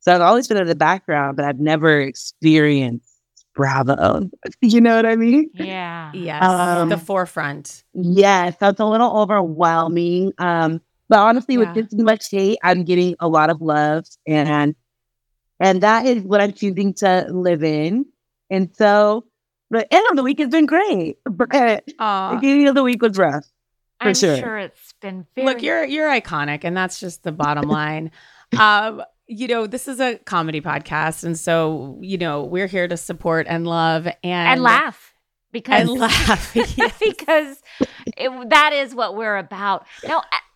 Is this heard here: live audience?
no